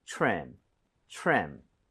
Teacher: TRE 붙어 있고 그다음에 모음으로 연결이 되면 크리스마스 트리처럼 치읓 비슷해집니다. 그쵸. 그래서 입 모양을 모으고 발음해 주세요.